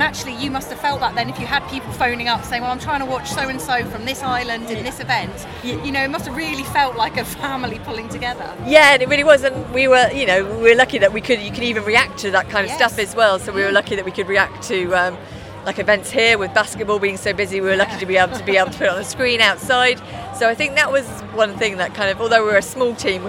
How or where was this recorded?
busy venue